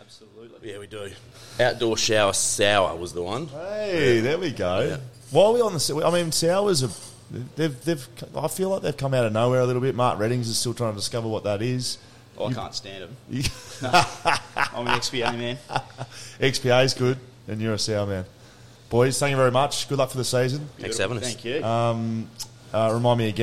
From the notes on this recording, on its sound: The boys hit the road to broadcast live directly from the Shelter Brewing Co. Live From Shelter Brewing Co.